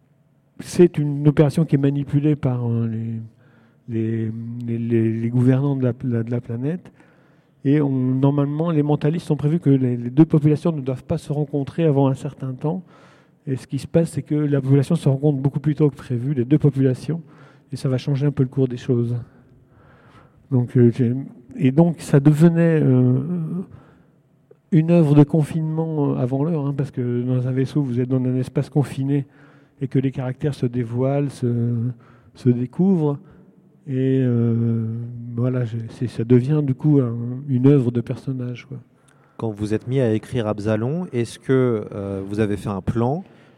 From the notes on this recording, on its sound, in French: En direct de la Foire du Livres de Bruxelles.